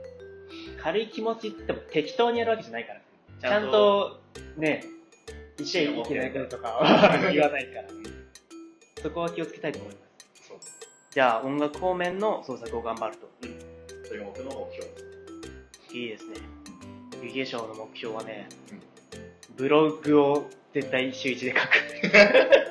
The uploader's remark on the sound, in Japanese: 音量の調節・音質・録音機材の関係でプツプツと音が切れたりとめちゃくちゃ音声がイマイチで申し訳ありません。録音機材を早急に新調したいと思います。